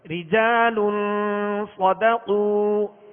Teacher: اخفاء کا قاعدہ، لام پر دو پیش کی تنوین ہے اور آگے صاد حروف اخفاء میں سے ہے، لہذا یہاں پر غنہ کر کے پڑھیں گے